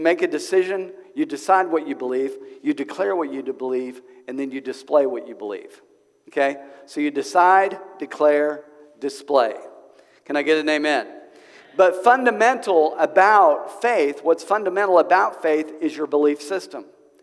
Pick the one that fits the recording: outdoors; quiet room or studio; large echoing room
large echoing room